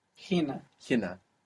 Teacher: by default, most of the time, the accent's going to be on the penultimate syllable, the second last syllable, like in hina.